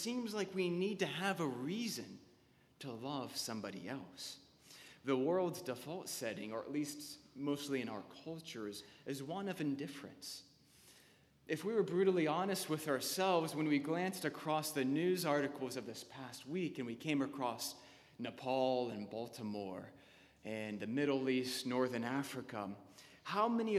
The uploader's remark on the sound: Sermon delivered on May 3, 2015 at Anglican Church of the Redeemer